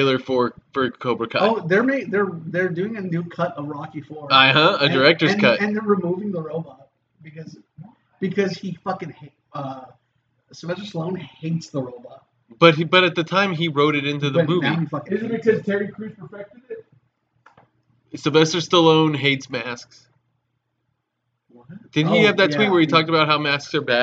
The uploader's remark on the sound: we’re aware that there is a sound issue with this episode